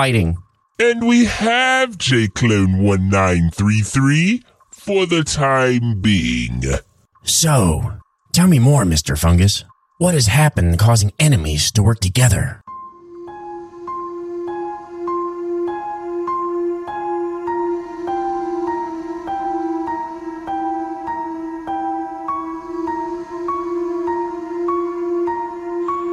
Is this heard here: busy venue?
no